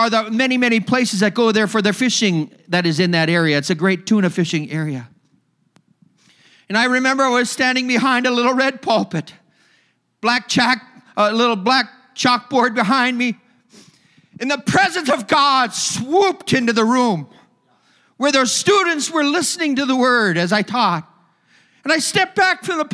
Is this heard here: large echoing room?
yes